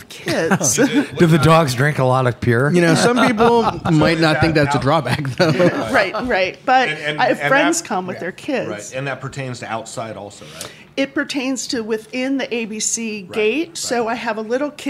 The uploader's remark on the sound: At a live show from her newest creation, The Rhone Room.